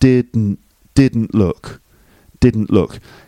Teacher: the T is dropped as a way of linking it with look